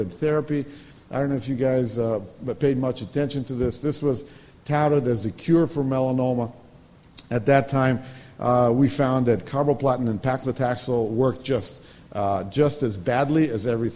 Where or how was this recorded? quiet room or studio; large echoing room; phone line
large echoing room